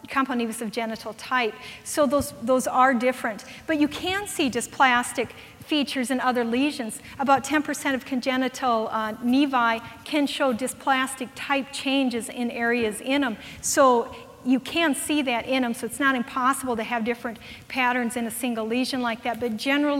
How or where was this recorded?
busy venue